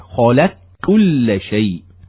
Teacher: أن القاف تدغم في الكاف نحو خلق كل شيء · Term: إدغام